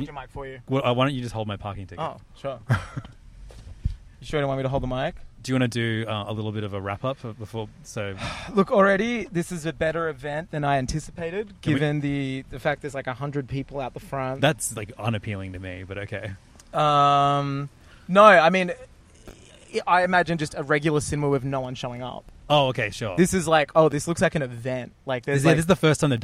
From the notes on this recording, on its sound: Two boys in a car driving to the premiere of a TV show at a movie theatre